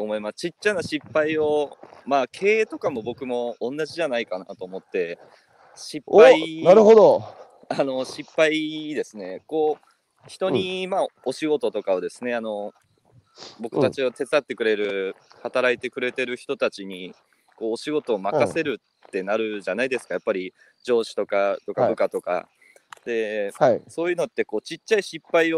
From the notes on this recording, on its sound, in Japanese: 歩きながら1時間、対談する